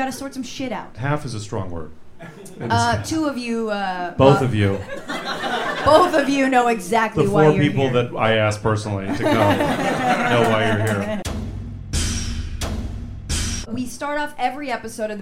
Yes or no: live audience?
yes